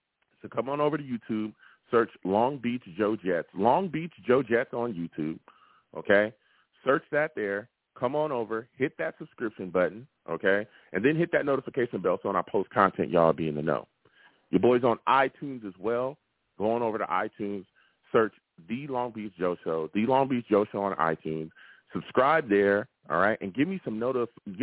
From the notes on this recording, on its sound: I will also take live callers!